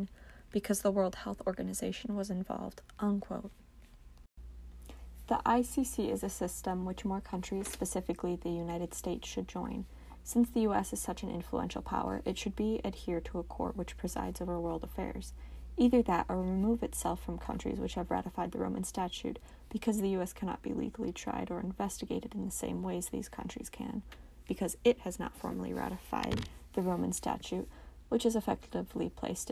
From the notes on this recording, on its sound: I tried recording this one on my phone in hopes the audio would be clearer.